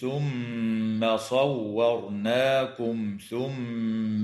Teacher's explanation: وتغن الميم المشددة في كلمة ثم في الموضعين